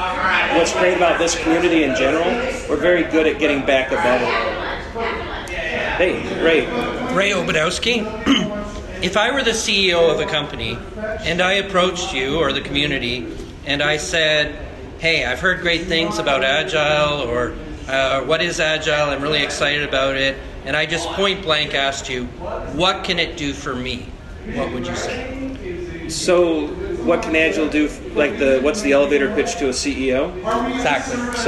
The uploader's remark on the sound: The Agile Coaching Summit 2017. This episode is the recording of an open space sessions that I hosted. We had lots of great questions from the group that joined us.